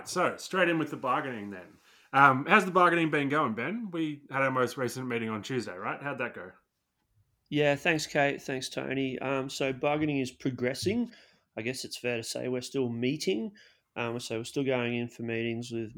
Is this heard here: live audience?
no